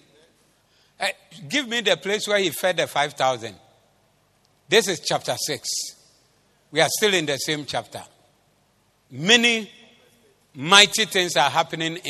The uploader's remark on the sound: Preached at the Zeloo Service 07052023